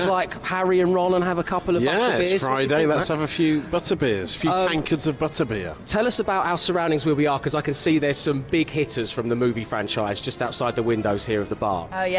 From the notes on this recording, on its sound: the team were LIVE from the Warner Brothers Studio Tour London - The Making of Harry Potter